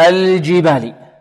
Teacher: والجيم حرف يخرج من وسط اللسان مع وسط الحنك الأعلى